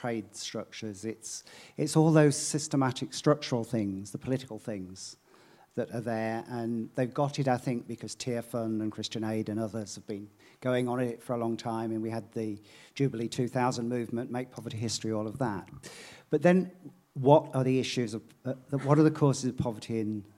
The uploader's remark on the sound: Proximity 2019 Seminar. Recorded at Proximity 2019.